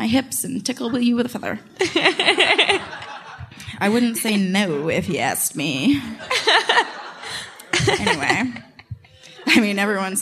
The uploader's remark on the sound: Live from Nashville. We had a live show at Zanies Comedy Night Club!